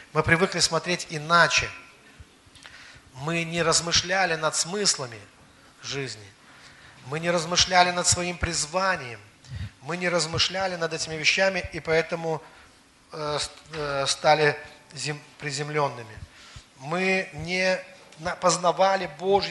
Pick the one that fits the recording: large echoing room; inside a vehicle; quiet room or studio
large echoing room